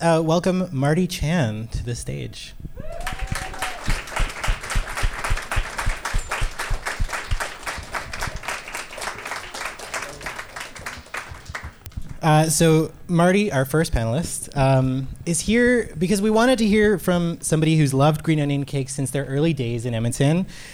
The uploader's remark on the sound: He flew in from Winnipeg to join us for a live panel at the Mercury Room to find out the answer.